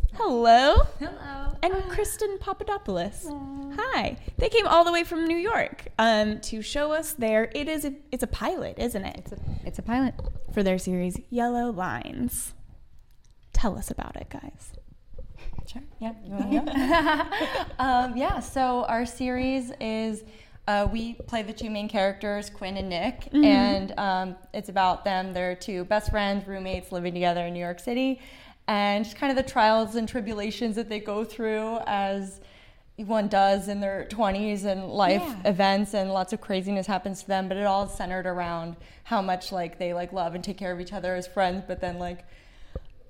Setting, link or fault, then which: setting, busy venue